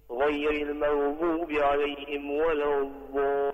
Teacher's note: يعني كانت الضاد مشوبة بالطاء